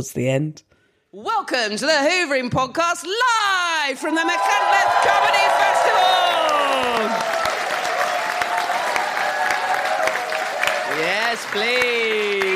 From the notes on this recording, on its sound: Live at the Machynlleth Comedy Festival. This episode was recorded live.